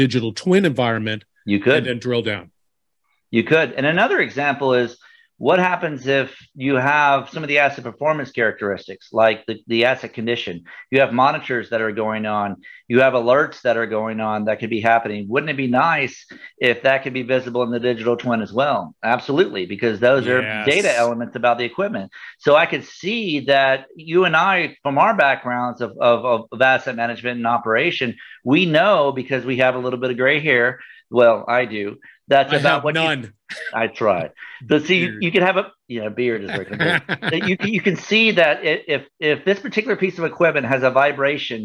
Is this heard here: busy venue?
no